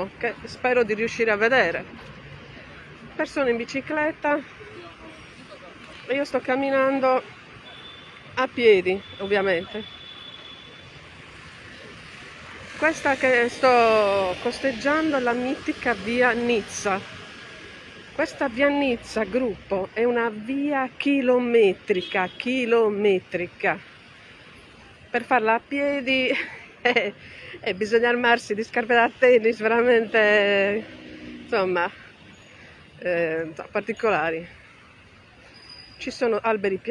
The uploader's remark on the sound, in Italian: Live tour descrittivo da Torino Porta Nuova. Podcast live dalla zona della stazione ferroviaria di Porta Nuova.